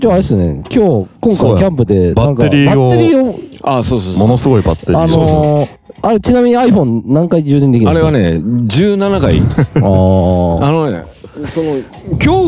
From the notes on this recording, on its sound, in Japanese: 収録場所 宝船温泉ファミリーキャンプ場。深夜収録。収録場所 宝船温泉ファミリーキャンプ場 滋賀県。ショートトークでつないで収録。